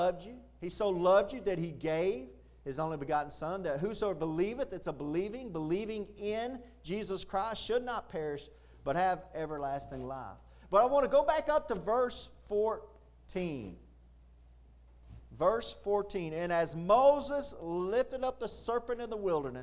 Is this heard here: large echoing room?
yes